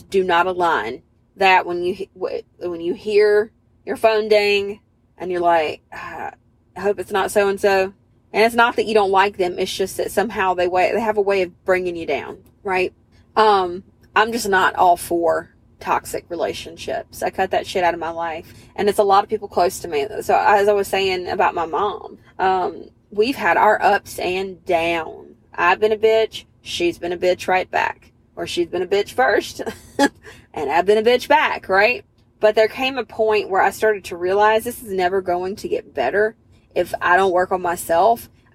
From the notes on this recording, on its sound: I want to apologize in advance for the not-ideal listener experience. I recorded this episode in my car while I was on the go & apparently the roads were rough that day.